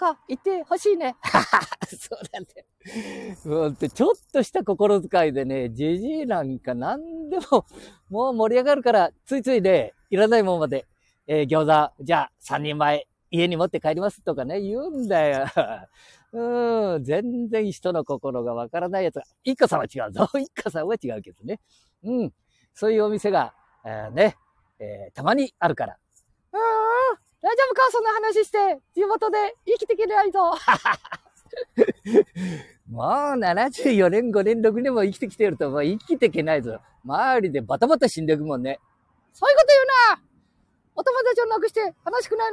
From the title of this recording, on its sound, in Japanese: 街さんぽ LIVE